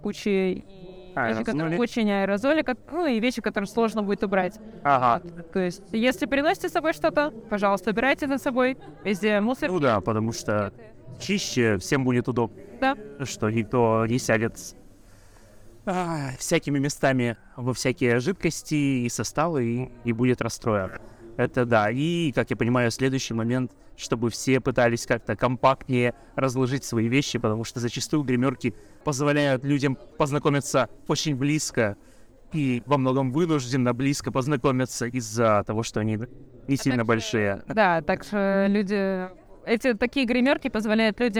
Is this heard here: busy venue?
yes